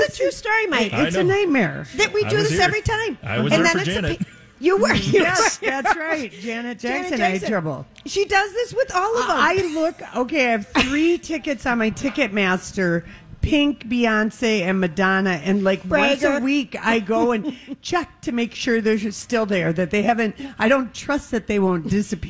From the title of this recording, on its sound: LIVE From El Burrito Mercado